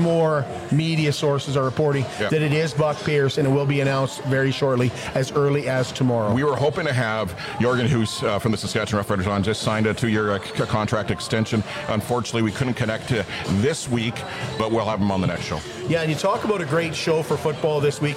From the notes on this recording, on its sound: Live at the The Canadian Brewhouse. Live at the The Canadian Brewhouse.